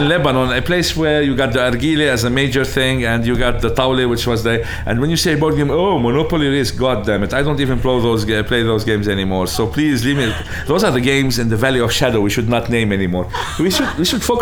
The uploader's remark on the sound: recorded at his board game cafe On Board